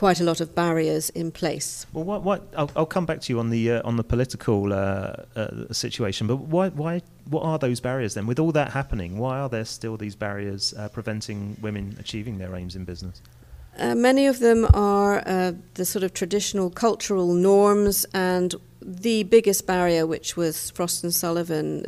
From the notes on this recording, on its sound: Recorded at the European Communications Summit in Brussels